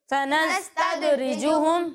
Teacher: تو جب آپ دال کی ادائیگی کریں گے تو یہاں آواز لوٹتی ہوئی محسوس ہونی چاہیے، یعنی اسے سنس تد رجو ہم نہیں پڑھیں گے. · Term: کلکلہ